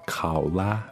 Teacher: 考拉是第三声和第一声哦。 Yeah, third tone, first tone.